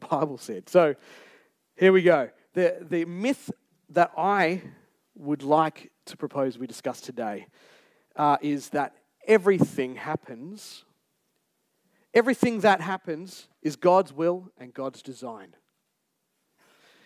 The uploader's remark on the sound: Recorded Live on 27th August 2023. Geraldton Baptist Church.